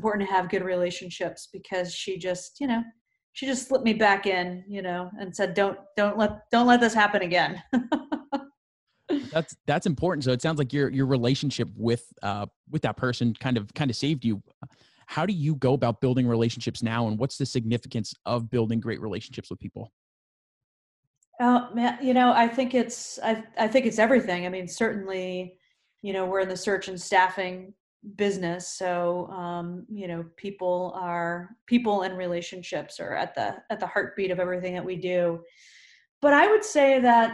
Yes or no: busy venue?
no